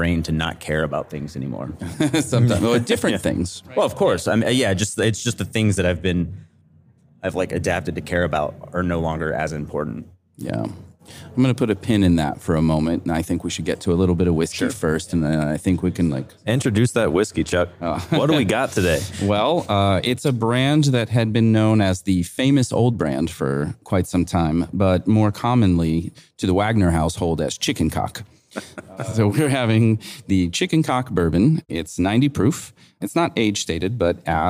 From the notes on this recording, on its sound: at the RenderATL conference